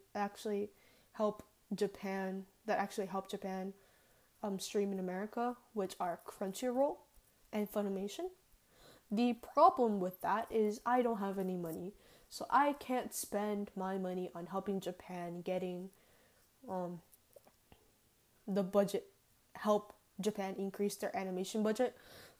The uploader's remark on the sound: if you hear background noise it was me play with the mic because I get distracted easily